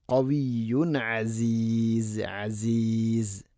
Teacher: തൻവീനു ശേഷം ഐന് ഇദ്ഹാർ ചെയ്യണം, വെളിവാക്കി ഉച്ചരിക്കണം.